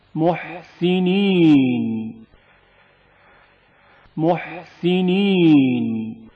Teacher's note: ہا و ہا کا فرق، محسنین، ہا کی آواز حلق کے درمیانی حصے سے گھٹی گھٹی سنائی دیتی ہے